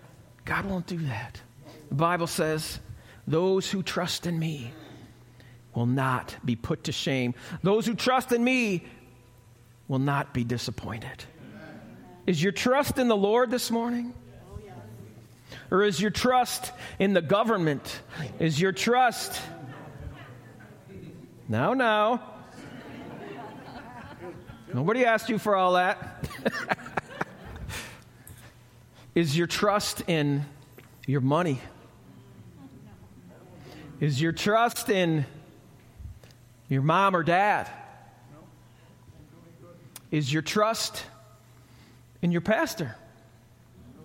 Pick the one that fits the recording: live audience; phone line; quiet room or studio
live audience